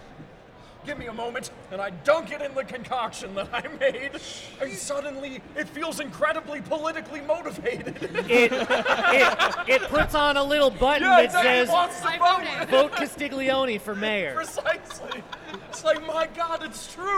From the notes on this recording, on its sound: Live Show #1 from VT Sci-fi & Fantasy Expo on April 27